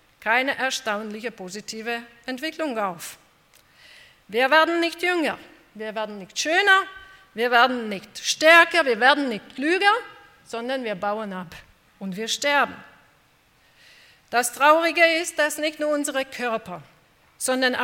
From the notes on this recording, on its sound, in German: bei einer Veranstaltung der Liebenzeller Mission